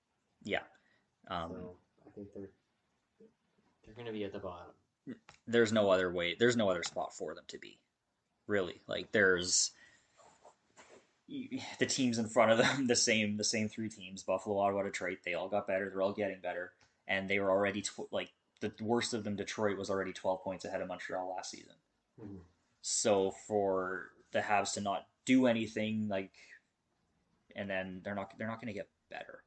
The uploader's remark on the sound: Technical difficulties episode